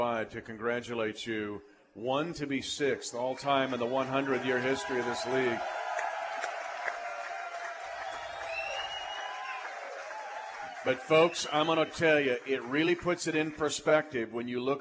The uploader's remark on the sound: broadcasts live from the Hy-Vee Market Grille in the Northland